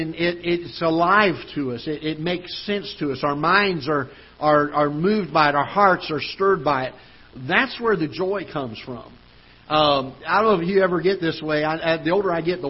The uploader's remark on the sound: Ketha Heights Baptist Church ~ Live Broadcast